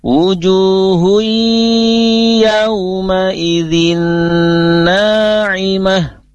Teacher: wujuhui, nah itu ditahan sebentar karena dia hukumnya idgham bigunnah, ada unsur gunnah di dalamnya. Nah, gunnah itu ditahan selama 2 rakaat atau 3 ketukan.